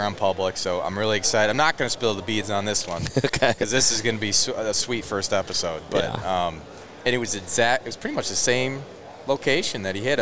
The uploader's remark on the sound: at the Great American Outdoor Show in Harrisburg